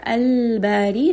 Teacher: In Lam Qamariya, you are reading that Lam very audibly. You hear it very clearly.